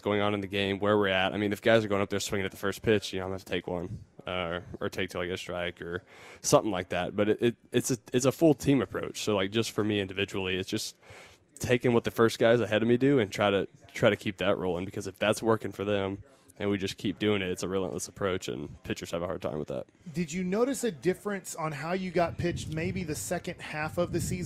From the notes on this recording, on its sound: Joined the K&C Masterpiece live from spring training in Surprise.